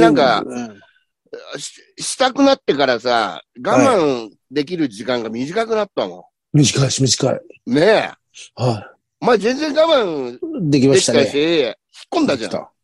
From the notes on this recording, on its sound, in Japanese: ZOOMで収録